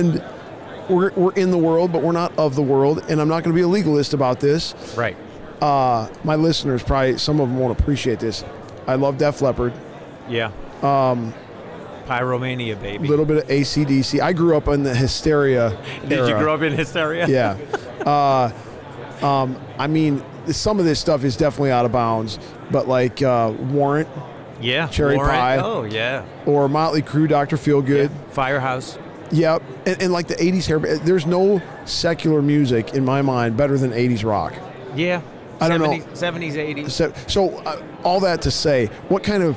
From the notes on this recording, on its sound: LIVE from NRB 2022!